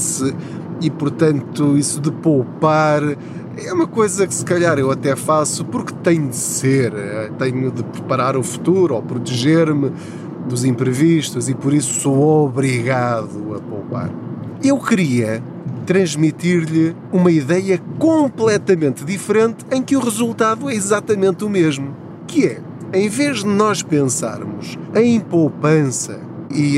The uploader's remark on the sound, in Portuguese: Não ligue aos barulhos da viagem.